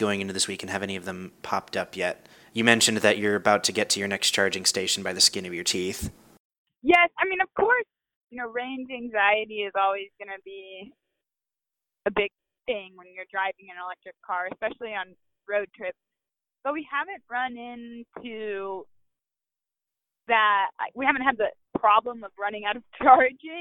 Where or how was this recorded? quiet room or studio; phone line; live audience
phone line